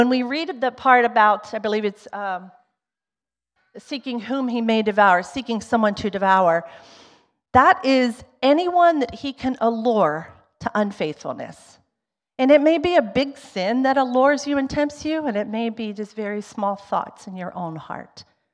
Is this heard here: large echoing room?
yes